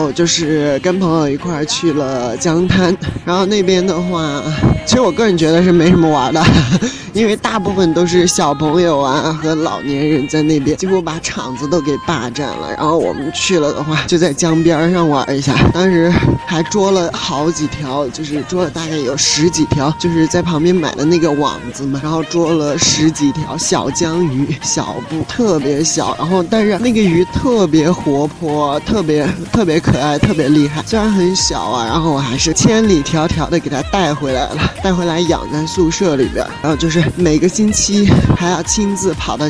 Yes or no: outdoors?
yes